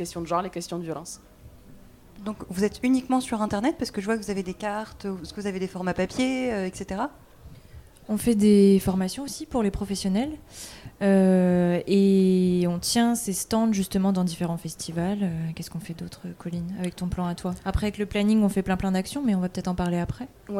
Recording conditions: busy venue